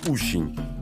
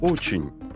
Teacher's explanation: В татарском нет русского звука «о», поэтому на его место обычно приходит звук «у» · Shown in: first take · как в слове «ущень», «очень».